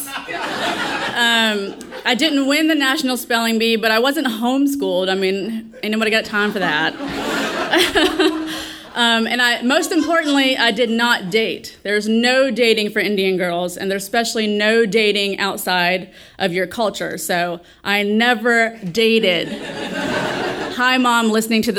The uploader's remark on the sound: our sold-out audience in the palm of her hand from the moment that she stepped onstage, eliciting roars of laughter and more than a few tears.